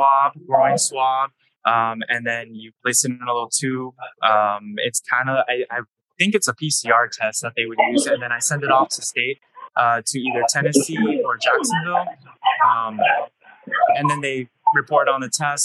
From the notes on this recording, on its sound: Live from the 2023 BAPIC tradeshow in Tampa, Florida